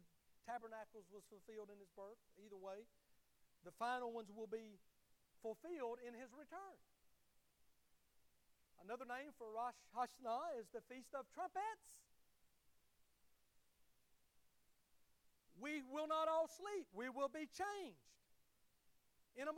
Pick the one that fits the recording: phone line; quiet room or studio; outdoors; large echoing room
large echoing room